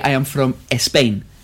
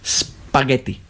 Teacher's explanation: the Spanish put E before the S. Yeah. If there is a consonant after the S.